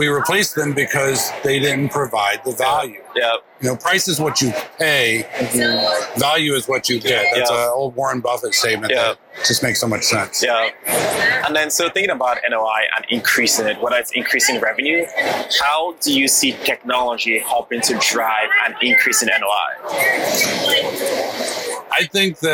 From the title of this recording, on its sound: LIVE AT NAA